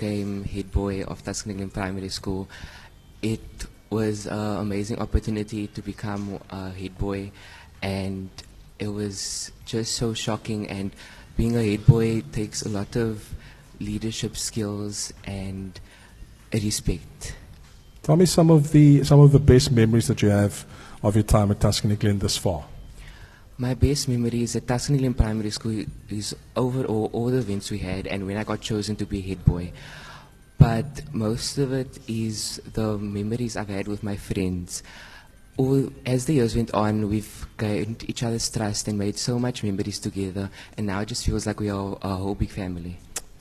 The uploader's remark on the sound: live at Keep Cape Town Warm